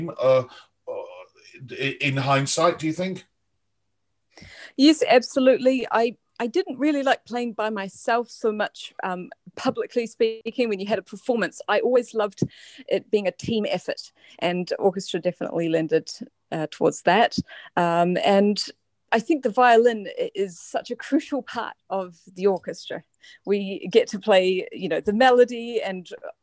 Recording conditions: video call